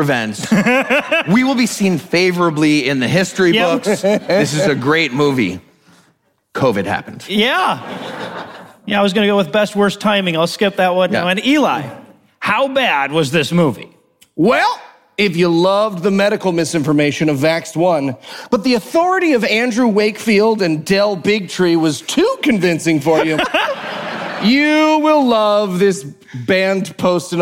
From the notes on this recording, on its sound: Live from QED 2022 in Manchester, England